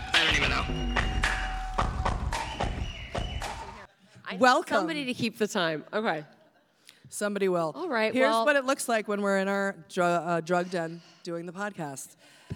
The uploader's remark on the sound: Did the podcast LIVE in Eureka Springs, Arkansas. Performed a half hour of stand up before the live podcast.